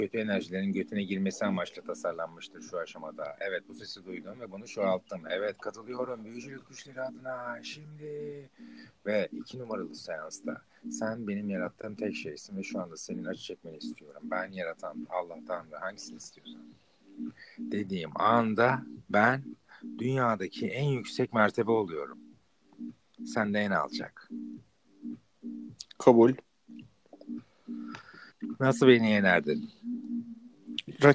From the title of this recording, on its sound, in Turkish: Ani Telefon Görüşmeleri